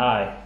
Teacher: When you're on stage, you actually have to think about it, especially when you sing. When you're singing the word I, you have to sing an ah, and then let the E come in right at the end. · Term: diphthong